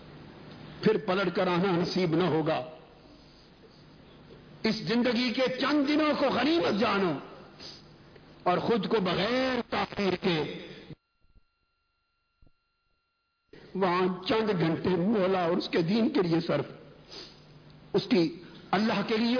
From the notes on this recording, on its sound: A Speech delivered at Jamy Masjid Razay Mustafa